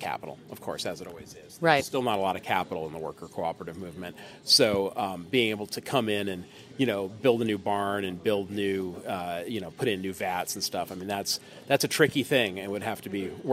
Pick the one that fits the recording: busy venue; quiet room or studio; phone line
busy venue